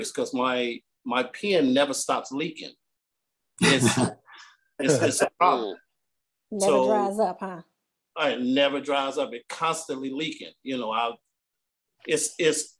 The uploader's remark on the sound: Recorded via Zoom